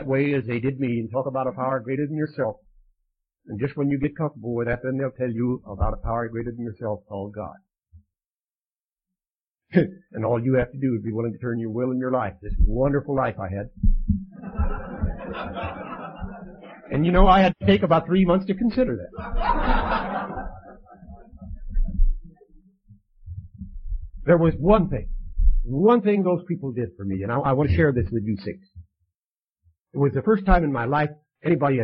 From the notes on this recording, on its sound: telling his story at the Saturday Nite Live Sunday meeting in Campbell CA